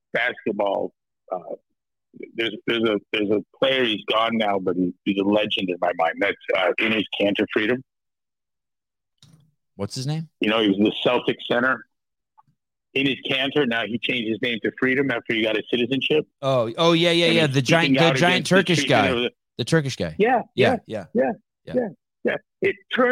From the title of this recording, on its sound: Live Call